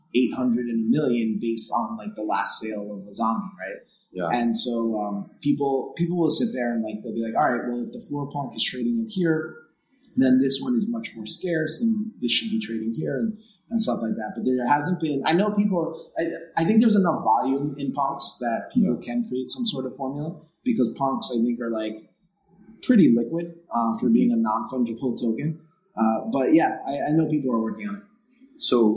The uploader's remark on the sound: This was my first in-person recording in nearly 1.5 years. I forgot a bit of the best practices I had learned from previous episodes, so the sound quality is not the best.